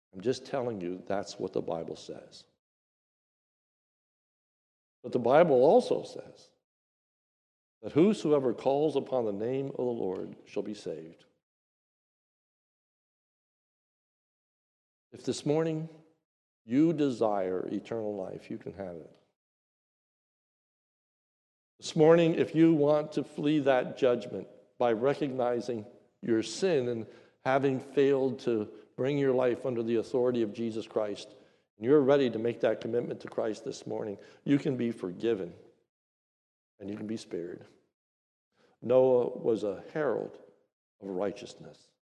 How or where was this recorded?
large echoing room